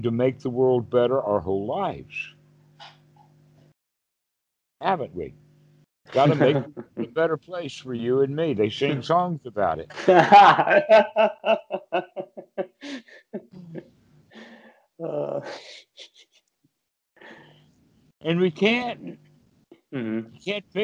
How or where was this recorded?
video call